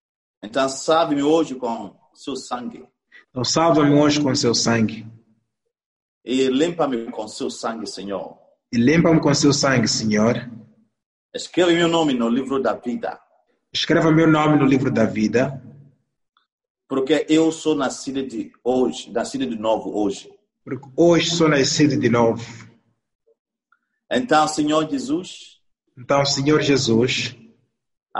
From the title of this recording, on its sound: ZOOM CAMPUS SERVICE